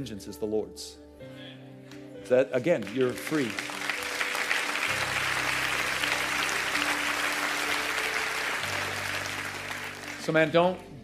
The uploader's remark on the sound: at the Code Orange Revival Conference at Elevation Church